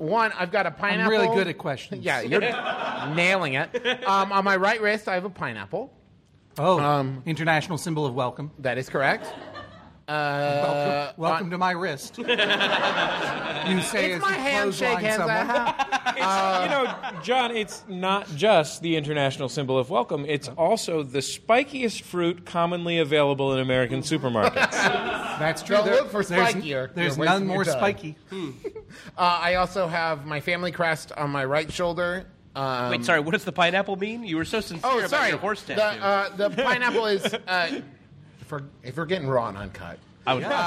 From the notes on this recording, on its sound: Live at MaxFunHQ for MaxFunDrive 2015. Streamed online from MaxFunHQ.